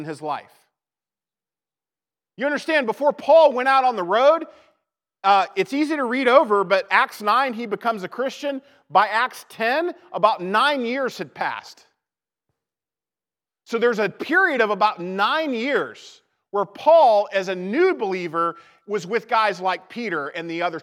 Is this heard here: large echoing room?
yes